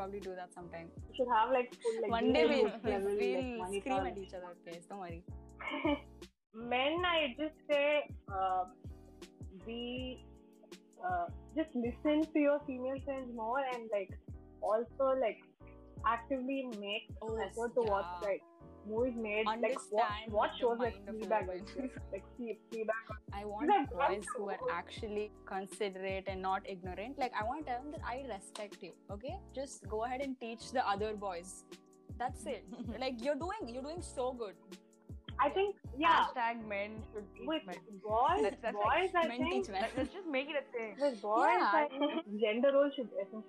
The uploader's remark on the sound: I'm aware that the audio is messed up. I wouldn't intentionally interrupt my friends.